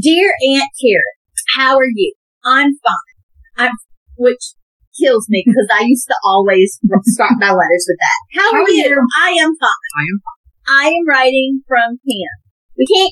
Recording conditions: poor sound quality